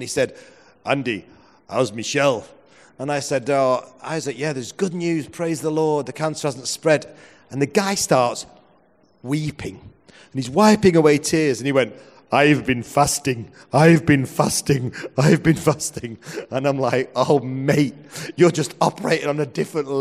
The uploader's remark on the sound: Presented as a seminar at the Message Conference 2017, recorded at Victoria Warehouse on 18 November.